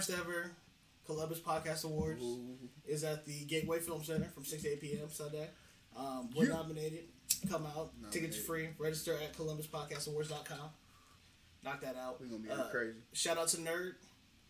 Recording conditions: poor sound quality